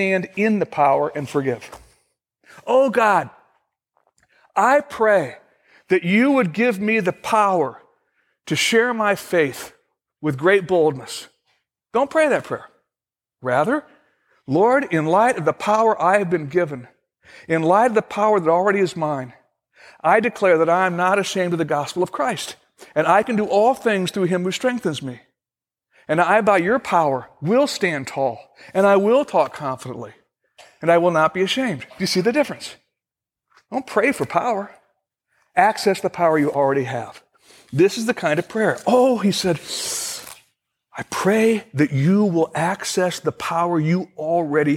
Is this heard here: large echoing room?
yes